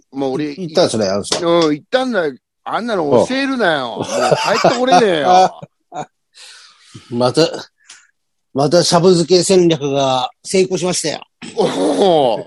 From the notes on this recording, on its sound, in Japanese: ZOOMで収録